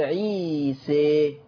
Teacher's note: لكن الصوت الآخر للألف وأنا بقول عيسى، هنا حسينا بإحساسنا وإحنا بنسمع بالأذن كده الإحساس الصوتي للألف تميل أو أقرب إلى الكسر. خلاص الألف بتنحرف إلى ياء، خلي بالكم بتتجه إلى الياء لكن ما بخليهاش ياء، خلي بالكم من الكلام.